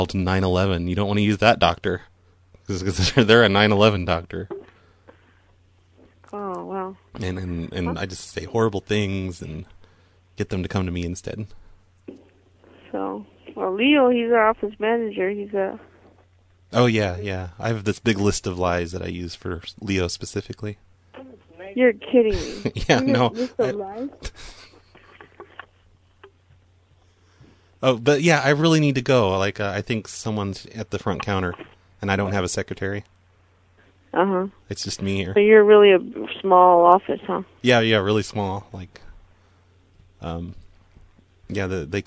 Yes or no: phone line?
yes